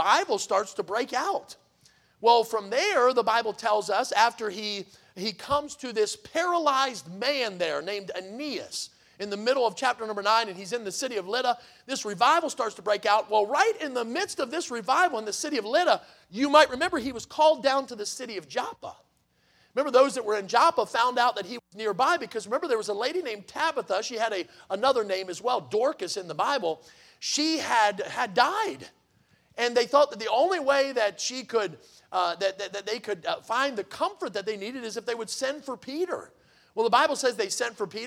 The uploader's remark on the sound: in the Sunday Evening Service on July 30, 2023, at Victory Baptist Church in Boonsboro, Maryland